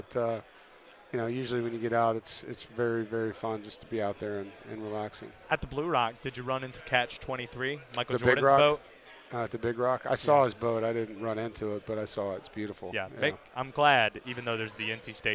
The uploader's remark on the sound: live from Day 3 of ACC Kickoff in Charlotte